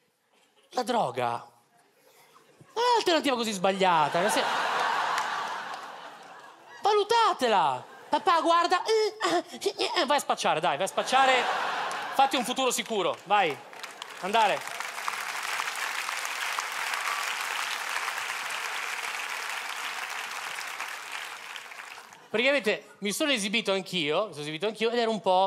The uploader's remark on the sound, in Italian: Registrato al Teatro Manzoni di Milano.